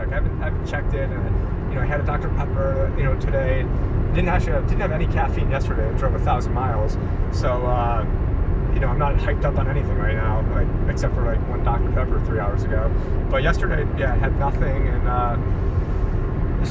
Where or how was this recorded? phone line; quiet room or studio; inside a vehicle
inside a vehicle